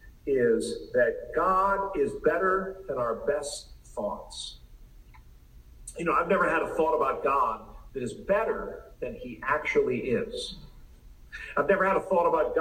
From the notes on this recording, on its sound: Please excuse the sound quality.